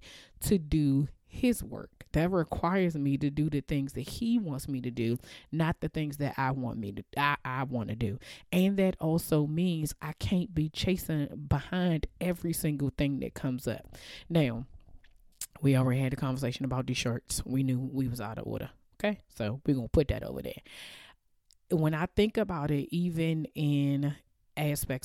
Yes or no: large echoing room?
no